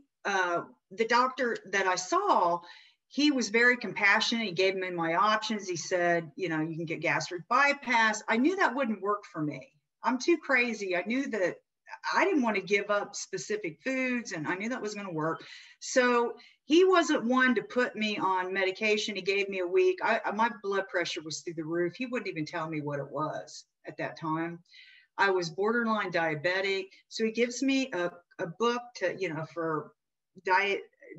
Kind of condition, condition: link, video call